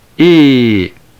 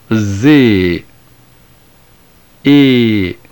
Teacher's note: The first diphthong beginning with epsilon, the combination epsilon iota, was in the classical period not pronounced as a diphthong. It was actually pronounced as a long epsilon, e, somewhat like the first part of the diphthong ai in the English word rain.